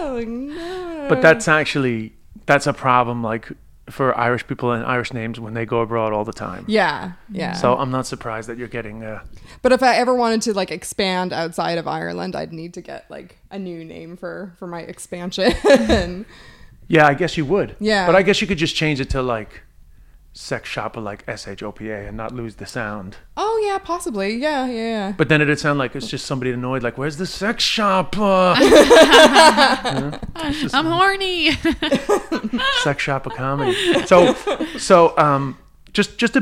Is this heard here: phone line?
no